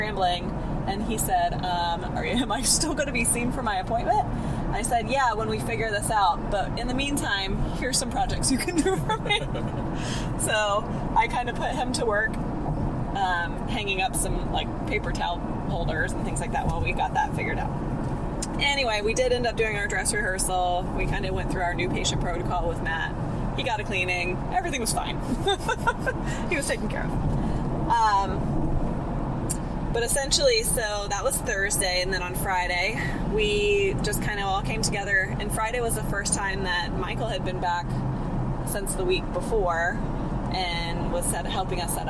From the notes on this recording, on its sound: The day before the Open House of Integrative Dental Wellness. While driving home from an intense implant CE course.